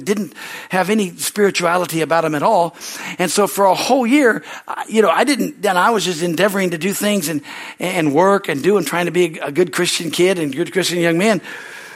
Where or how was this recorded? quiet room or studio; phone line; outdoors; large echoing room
large echoing room